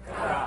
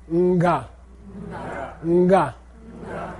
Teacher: They do a thing called a prenasal. Okay, a little nasal sound before the sound. · Shown in: second take